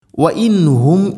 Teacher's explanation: സാക്കിനാ നൂനിന് ശേഷം ഹ വന്നാൽ ഇസ്ഹാർ, മണിക്കരുത്, വെളിവാക്കി ഉച്ചരിക്കണം നൂനിനെ